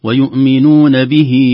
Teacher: تحقيق الكسرة في حرف الباء وهمس خفيف في الهاء، ويؤمنون به، به لأن الهاء من حقها الهمس أو من صفاتها الهمس.